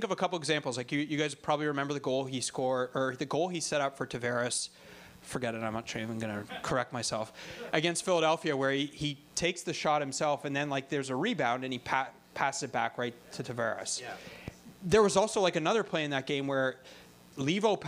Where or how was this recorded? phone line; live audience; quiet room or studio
live audience